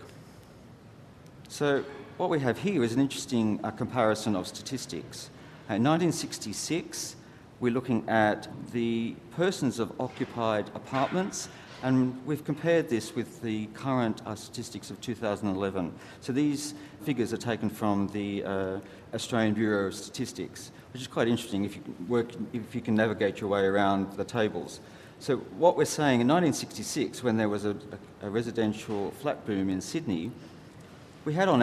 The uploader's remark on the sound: SAF2016 Central Park Chats. Recorded at the 2016 Sydney Architecture Festival at Central Park.